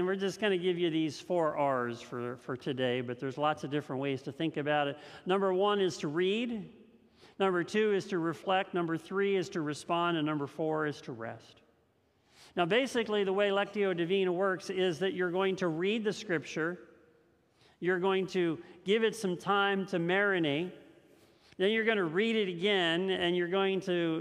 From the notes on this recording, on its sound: This message was first preached on October 10th 2021 at Linglestown Life Church in Harrisburg PA.